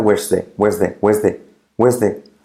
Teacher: mirad que la R decae y queda where's the, where's the, where's the, where's the, where's the nearest bank?